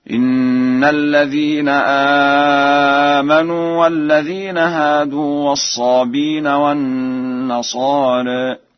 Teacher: قرأ ورش الصابئين بحذف الهمز هكذا: إن الذين آمنوا والذين هادوا والصابين والنصارى.